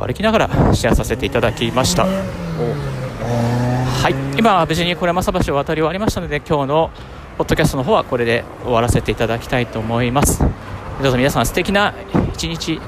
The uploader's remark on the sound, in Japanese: 歩きながらラジオ配信